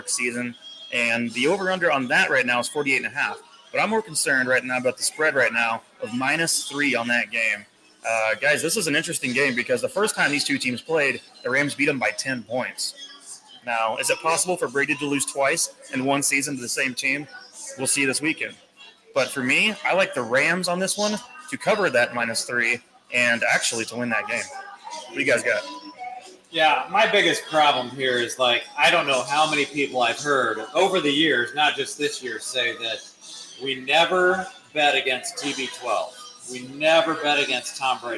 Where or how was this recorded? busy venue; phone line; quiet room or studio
busy venue